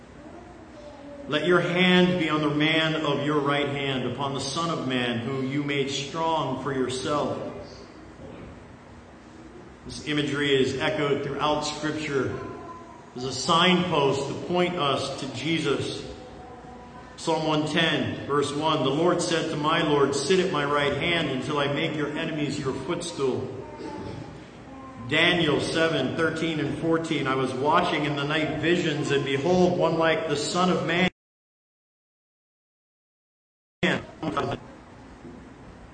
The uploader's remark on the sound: to the congregation at the Manchester Reformed Presbyterian Church of New Kensington, PA